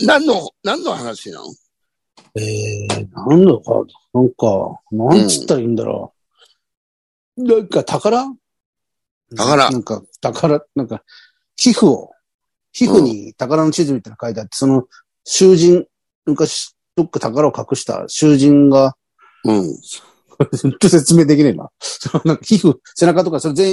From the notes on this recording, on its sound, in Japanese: ZOOMで収録。